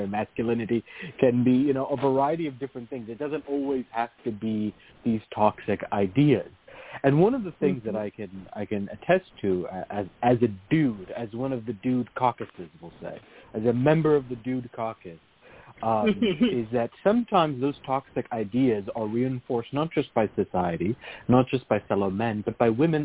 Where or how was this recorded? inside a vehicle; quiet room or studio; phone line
phone line